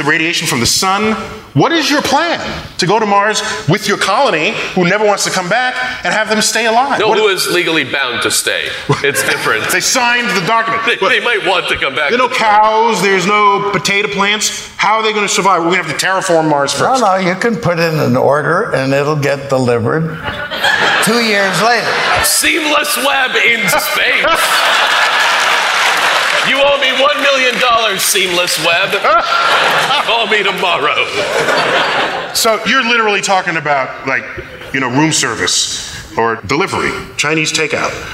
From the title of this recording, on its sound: StarTalk Live at Town Hall